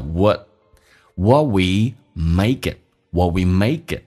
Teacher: What 的 T 不发音，略音，但是气流要阻塞一下，因为 T 前面是一个元音